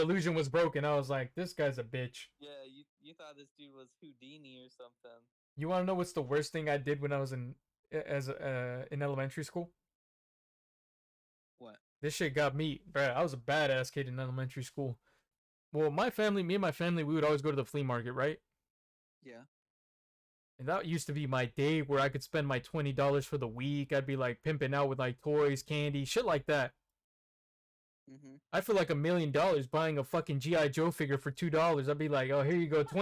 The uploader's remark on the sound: The audio quality fell short this ep